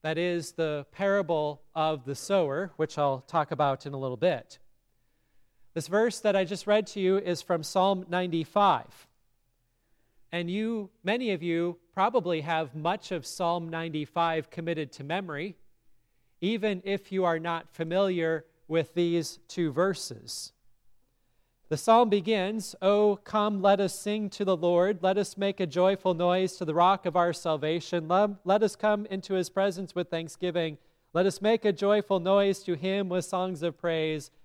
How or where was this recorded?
large echoing room